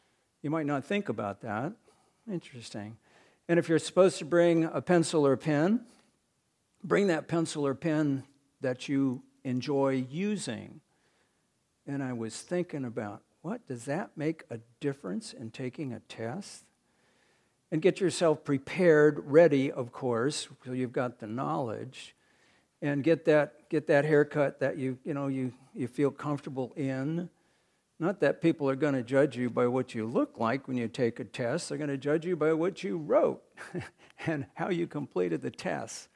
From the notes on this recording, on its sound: recorded on May 21, 2022, at the Ringgold Seventh-day Adventist Church.